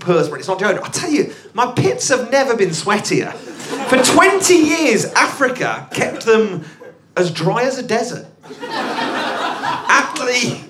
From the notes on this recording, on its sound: the best bits from the live gig introductions